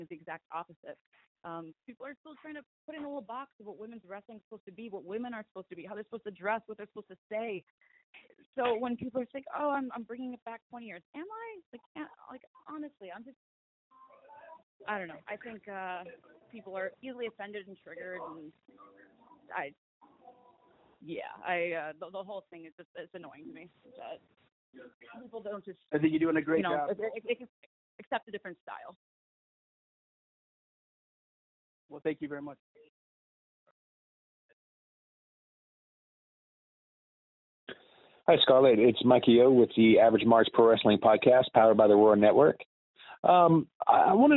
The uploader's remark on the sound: Media Teleconference Interview